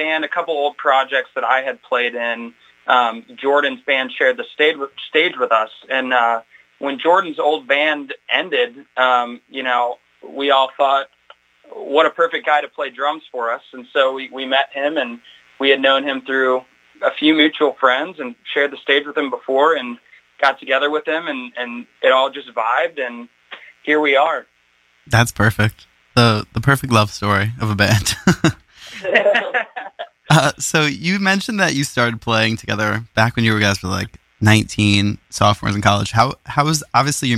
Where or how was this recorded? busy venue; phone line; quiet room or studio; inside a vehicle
phone line